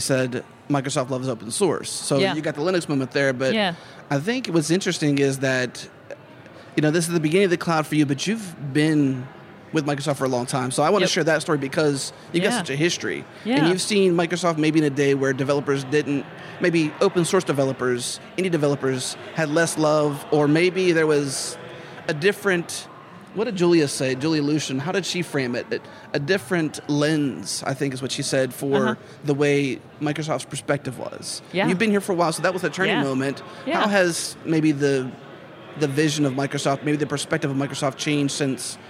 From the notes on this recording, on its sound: We’re on location at Microsoft Build 2018